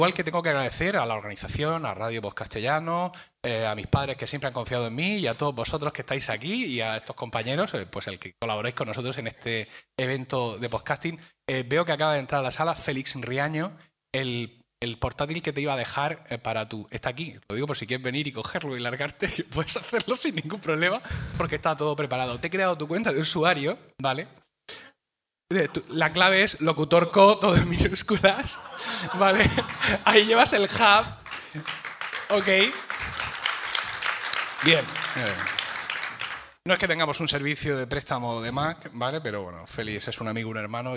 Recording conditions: live audience